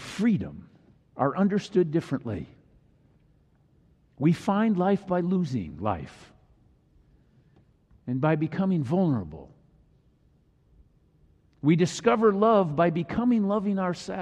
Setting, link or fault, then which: setting, large echoing room